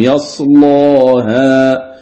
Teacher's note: أقول على حسب ما أقرأ الألف الممال. إن قرأته بالفتح أغلظ اللام · Term: التغليظ